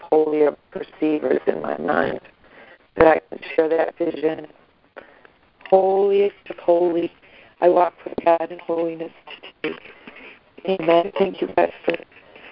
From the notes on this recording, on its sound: ACIM Daily Conference Call.